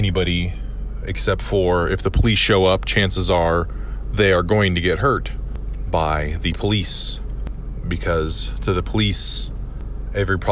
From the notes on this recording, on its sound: It’s a noisy, driving in my car episode